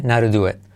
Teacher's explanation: esa T casi no se dice al final